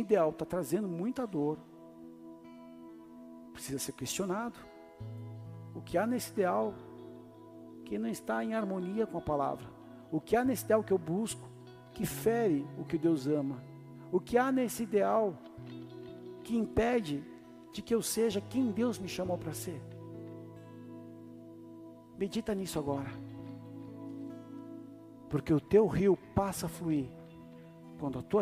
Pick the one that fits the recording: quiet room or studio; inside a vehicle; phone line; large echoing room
large echoing room